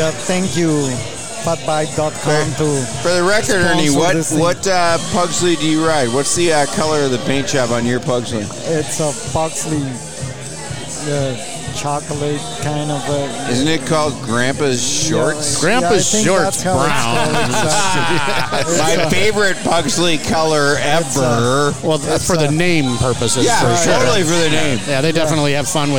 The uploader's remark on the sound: live recording of the Grand FunDuro Ball at the Illinois State Park Beach Resort and Convention Center